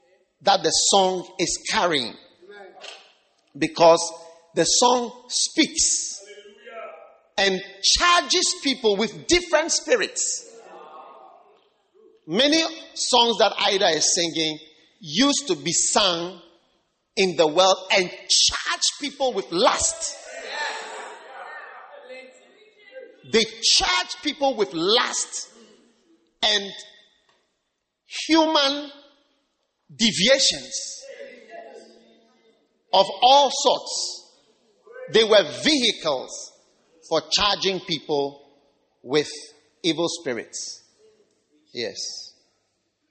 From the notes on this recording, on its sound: Preached at the Wisdom Impartation Service